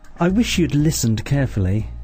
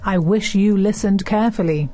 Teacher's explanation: the short form can be so short they can't hear the had · Shown in: first take